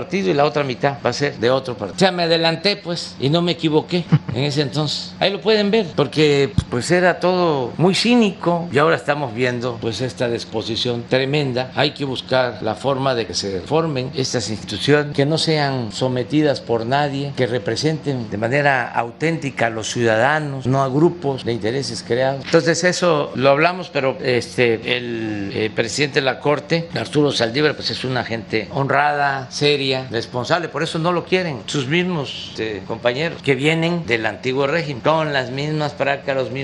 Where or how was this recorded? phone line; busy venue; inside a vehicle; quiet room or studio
busy venue